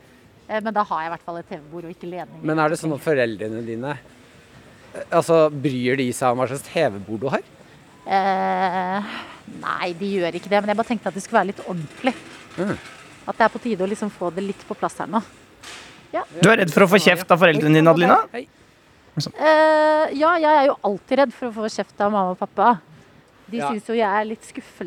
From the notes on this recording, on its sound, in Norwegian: Live fra IKEA.